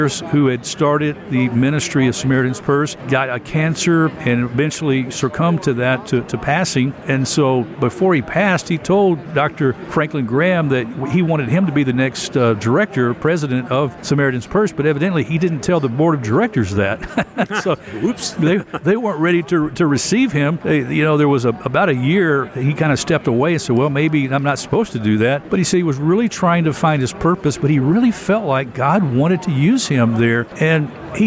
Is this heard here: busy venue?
yes